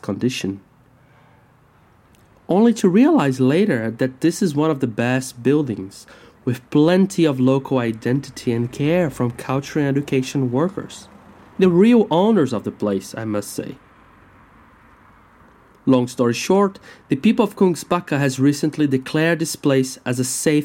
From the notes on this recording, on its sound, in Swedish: Ljudpromenad i Kungsbacka. Som del av Art Inside Outs residens "Andra koreografier, nya rum utifrån begreppet kritisk turism".